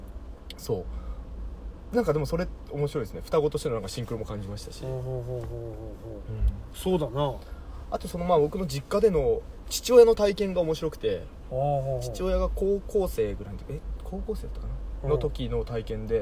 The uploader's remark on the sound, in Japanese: いつもの営業車の中で無駄話